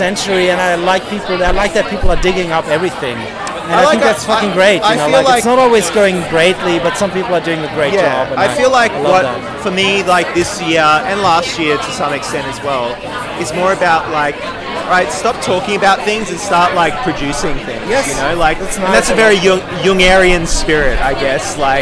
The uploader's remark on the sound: Recording on location from the smoke-wreathed vista at Siglo in Melbourne